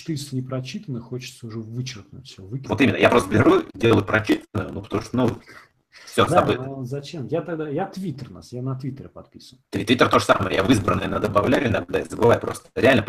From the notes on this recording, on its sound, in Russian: ЗАПИСЬ ОНЛАЙН-ЭФИРА. Но пока проблемы со звуком настолько напряжные, что вернемся к традиционному виду вещания.